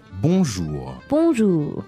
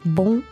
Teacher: we have like a nasal vowel in the beginning